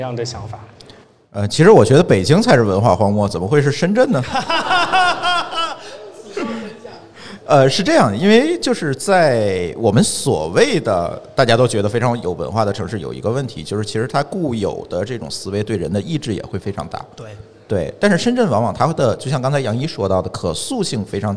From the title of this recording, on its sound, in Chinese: 深圳x播客线下圆桌论坛